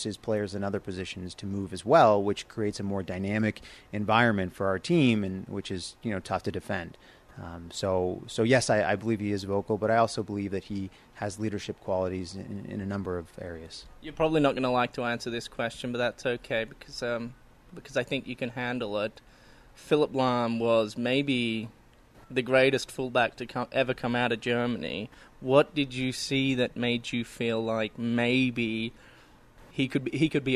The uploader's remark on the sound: live from RSL practice 06/24/22